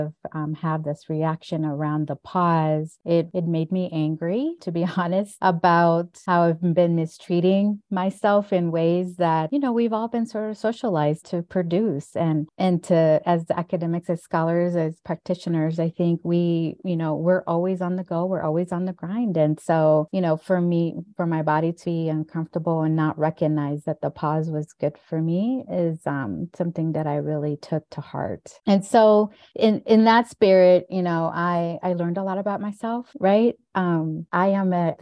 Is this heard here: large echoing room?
no